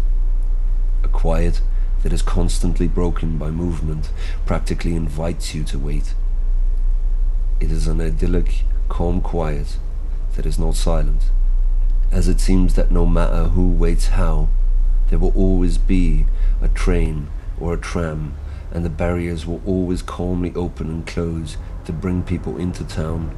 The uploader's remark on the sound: Terminal Landgutstraße (Urfahr). As between the terminal and the main through road, the space is taken up almost exclusively by gardens full of trees from which the songs of birds add to the acoustic environment. Every now and again, single cars drive to and from the through way, but mostly do this individually, making the noise from the traffic very easily identifiable.